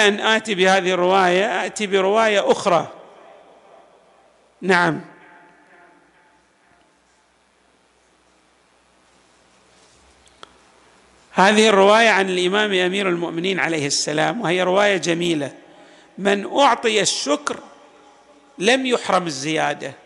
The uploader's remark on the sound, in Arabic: تسجيلات جامع الإمام علي عليه السلام الآحساء - المبرز.